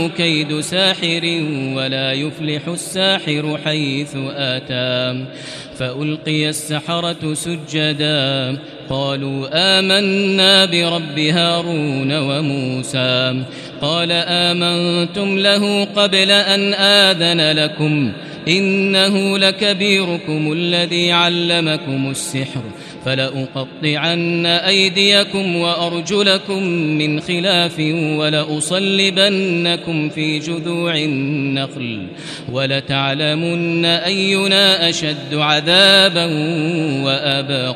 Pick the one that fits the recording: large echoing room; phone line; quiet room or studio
large echoing room